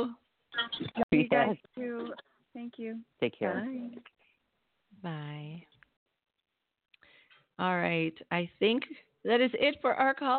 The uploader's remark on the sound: For a very special live show. Takes questions from live callers during the show.